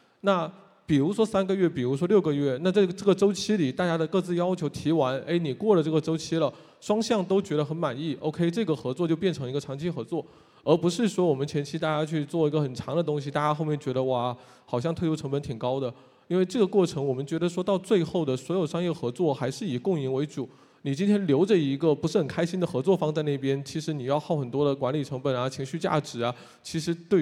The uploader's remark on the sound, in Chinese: 最近新榜在上海举办了2023新榜大会。发布今年新榜大会上的部分演讲内容。在新榜大会上进行的一场圆桌对话。